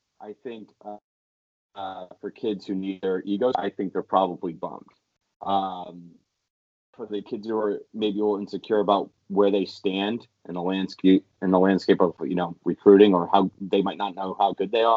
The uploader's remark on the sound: First off, apologies for the horrible audio - we'll get better.